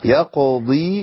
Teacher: نقلق القاف ونبين الضاد المكسورة